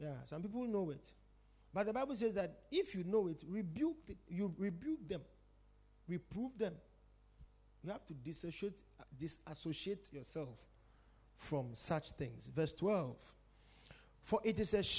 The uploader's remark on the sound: Preached at The Supernatural Encounter Service.